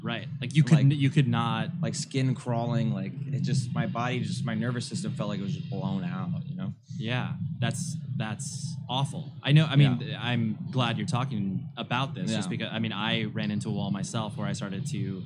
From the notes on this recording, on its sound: Live from NAMM w/ Gator Cases. I had a great experience recording my first "live" podcast at the NAMM Conference back in January of 2020. At the Gator Cases booth.